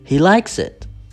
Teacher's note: The stress goes on the verb.